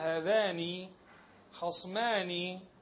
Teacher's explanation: وإنما نون المثنى تتميز عن نون جمع المذكر السالم بأنها مكسورة